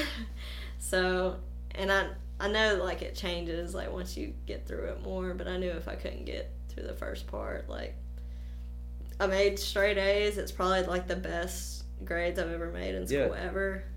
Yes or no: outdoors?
no